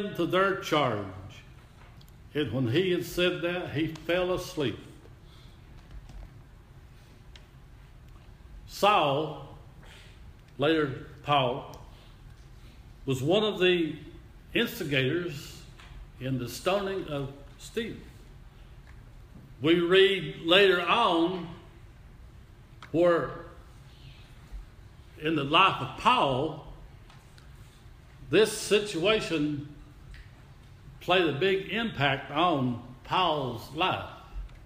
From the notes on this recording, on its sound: Audio recording of worship service at Persia United Methodist Church in Rogersville, TN